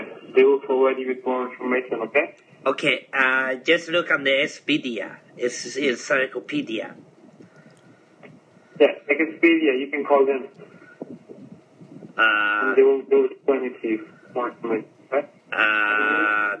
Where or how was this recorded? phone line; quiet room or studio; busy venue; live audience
phone line